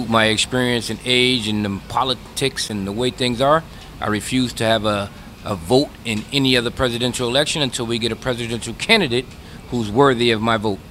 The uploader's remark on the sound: Jason’s Laundromat in Huntington Station, NY. Let’s talk democracy at the laundromat!